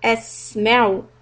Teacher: The sin has a sukun and this is a letter of hams. So we need to spend a little bit time on the sin asma'u.